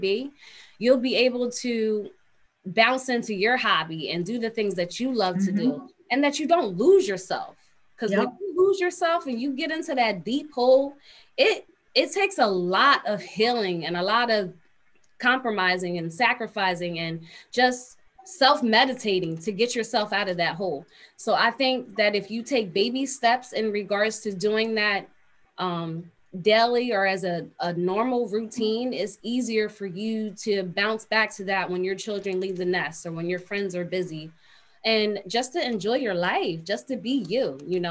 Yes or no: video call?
yes